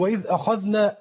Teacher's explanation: هي الهمزة منين؟ من أقصى الحلق